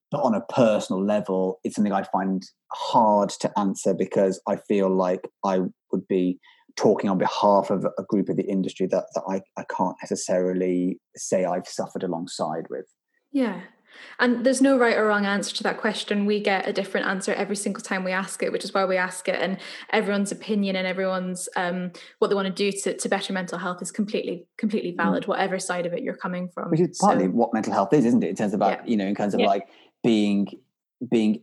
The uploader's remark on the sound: This episode was recorded over Zoom